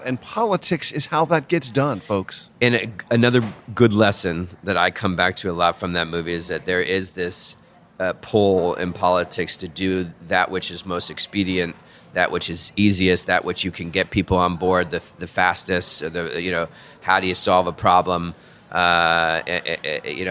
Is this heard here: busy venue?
yes